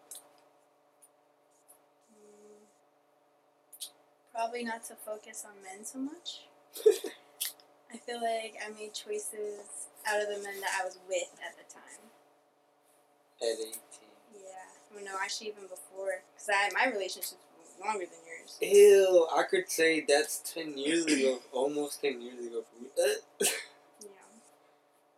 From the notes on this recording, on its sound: This is our first attempt at podcasting so we do apologize for the bad audio and awkward silences.